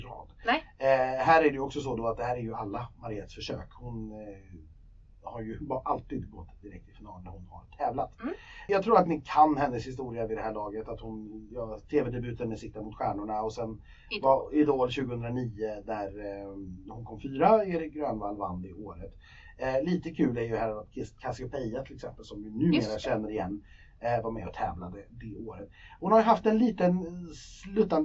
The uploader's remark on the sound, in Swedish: Denna vecka har vår inspelning drabbats av ett missöde och ljudkvalitén på avsnitt och. Tekniken är inte på vår sida.